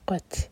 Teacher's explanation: تا پر حمز، یعنی کہ ہم نے سانس کو جاری رکھنا ہے